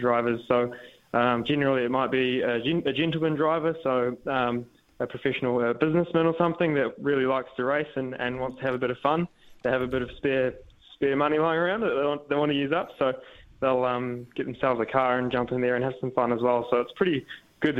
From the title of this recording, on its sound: dials in from Germany